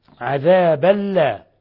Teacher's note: تنوين فتح جاء بعدها اللام الحكم التجويد إضغام بغير غنة